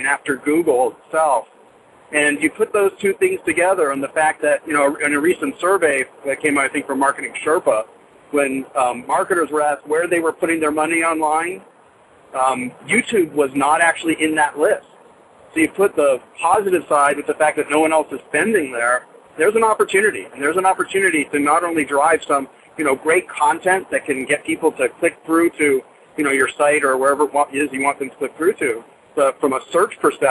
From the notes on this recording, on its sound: Live Call with Speakers for the SFIMA Summit. Call in line.